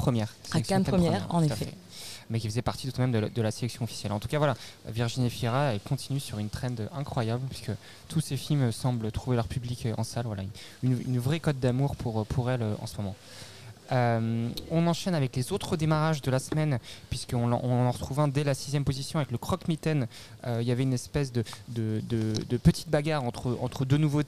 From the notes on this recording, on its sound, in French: Episode enregistré au cinéma Les 7 Batignolles le lundi 5 juin 2023